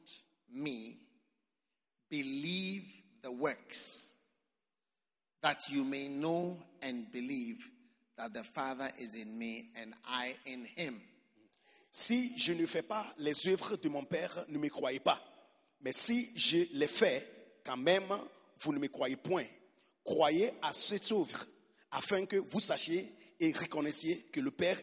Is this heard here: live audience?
yes